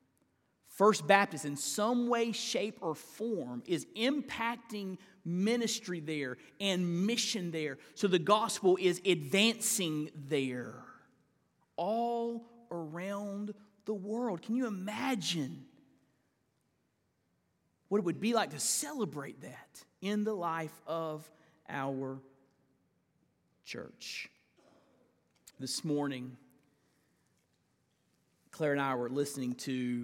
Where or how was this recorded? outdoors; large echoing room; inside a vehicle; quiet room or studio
large echoing room